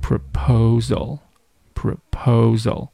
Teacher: 第一个音节读得尽量要短，要轻，第三个音节呢，也尽量要短，要轻。用来突出中间的这个音节。